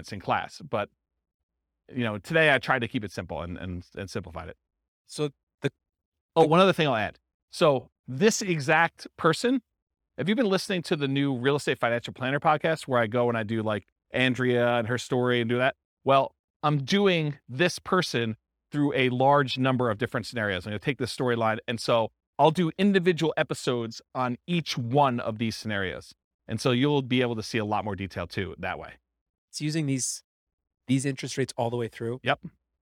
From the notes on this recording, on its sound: This was a live class recorded